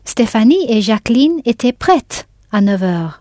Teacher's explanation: I heard that T at the end of prête.